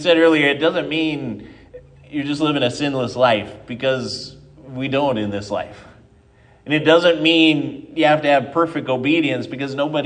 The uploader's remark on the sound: at Triumph Lutheran Church, Ferndale, Washington